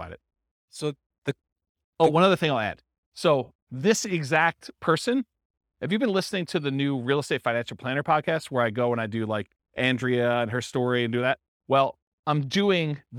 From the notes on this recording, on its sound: This was a live class recorded